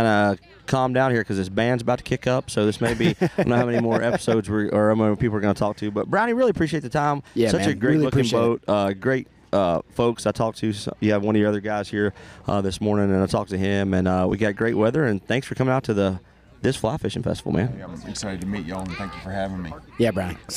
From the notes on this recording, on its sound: In this episode, we're on location at Deerwoode Reserve in Brevard, NC, for the Forks of the River Fly Fishing Festival.